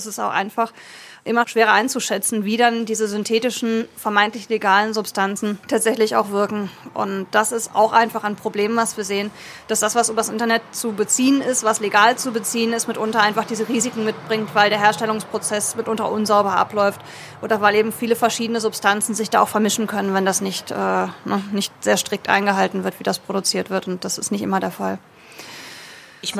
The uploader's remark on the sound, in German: In der Kleingartenkneipe El Horst.